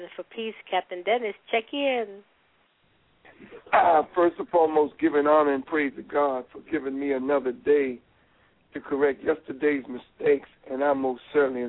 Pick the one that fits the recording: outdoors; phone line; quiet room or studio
phone line